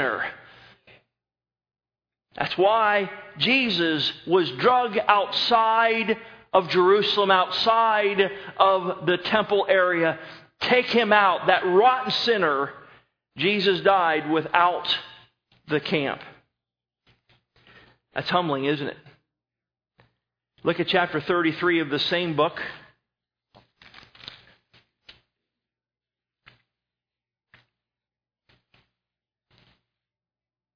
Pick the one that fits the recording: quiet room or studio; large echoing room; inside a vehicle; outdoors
large echoing room